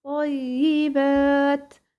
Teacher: اللام تحولت إلى طاء ودخلت في الطاء الثانية · Term: طاء مشددة